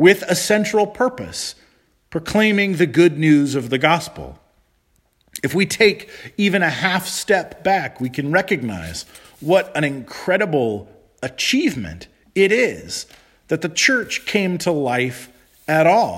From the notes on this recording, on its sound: Charles Anglican Cathedral, Bremerton, Washington.